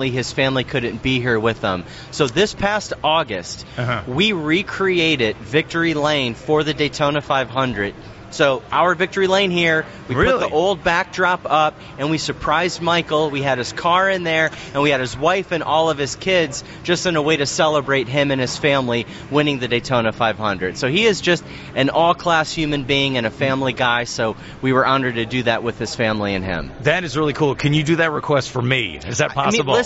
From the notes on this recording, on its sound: joined live at the Daytona International Speedway